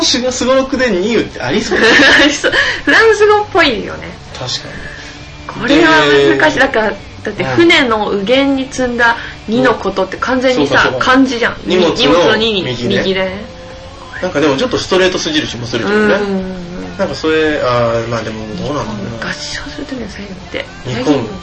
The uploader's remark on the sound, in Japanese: USTREAMの規約変更に伴い日常改善TVのアーカイブが削除されてしまうことになりました。このPodcastで日常改善TVの一部を移植し紹介することとしました。音声が汚かったりとアナログ感があるのですがそこは目をつぶってください。